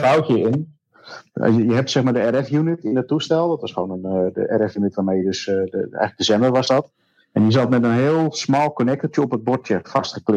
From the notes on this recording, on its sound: Gezien het beste idee is om toch te isoleren, heb ik besloten iets remote te doen. Deze keer als test via discord. Maar helaas was de kwaliteit iets minder dat verwacht.